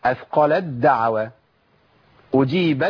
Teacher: ما أقولش فلما أثقلت دعوى الله، ما أعملش القوة ديت والشدة ديت، أنا بشيل التاء وأبدلها بدال وما أقولش فلما أثقلت دعوى الله، لا أنا كده جبت همس، يعني جبت تاء وأنا ما عنديش تاء هنا، التاء أضغمت ذهبت بالكلية وأبدلت بحرف الدال · Term: إدغام تاء في دال